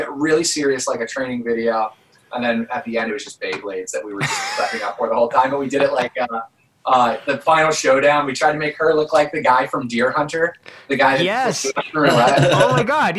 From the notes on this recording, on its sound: I linked up with the entire band, which was pretty cool as I normally just get to speak with one member for these interviews, but this is also why the audio on this one isn’t the best.